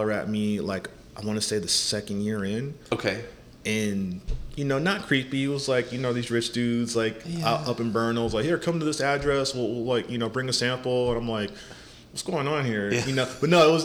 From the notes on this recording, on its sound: We recorded this podcast at Whack Donuts in the Embarcadero in January 2024.